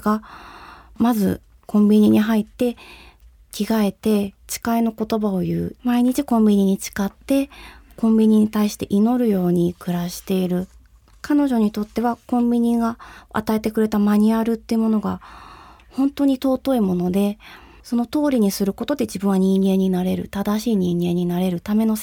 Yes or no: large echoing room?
no